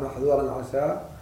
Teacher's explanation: إذن هذه يخلص انفتاح الذال هنا ويخلص انفتاح السين، لأنها من الحروف المنفتحة وليست من الحروف المطلقة. فالذال حرف منفتح والسين حرف منفتح، فلا بد أن نخلص انفتاحهما